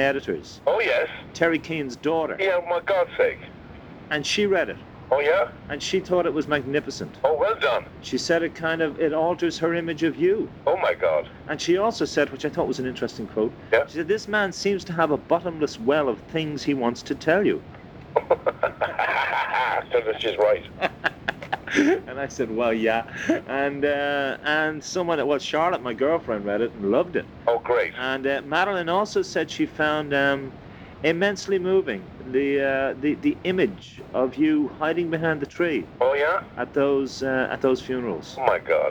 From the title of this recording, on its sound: during a 2001 phone call